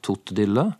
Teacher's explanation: har barnet utelatt r-en og har endra k-ene til t